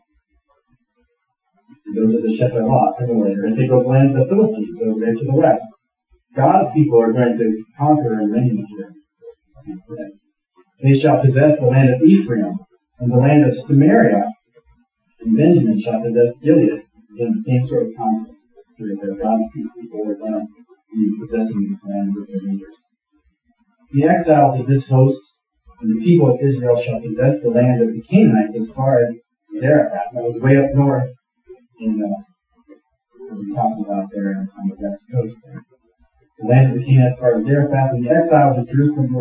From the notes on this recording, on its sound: Apologies for the bad sound. We had a technical issue.